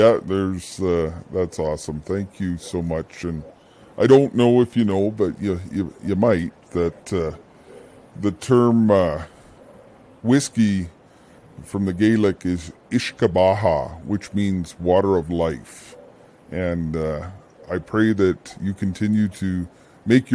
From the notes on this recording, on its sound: Visits in the pub. Who hails from Pennsylvania (despite technical challenges of computers).